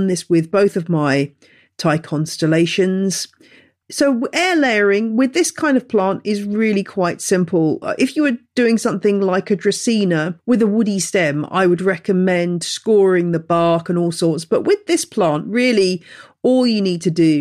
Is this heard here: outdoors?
no